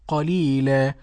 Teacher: عند الوقف يبدل التنوين ألفا في الوقف قليلا ويمد بمقدار حركتين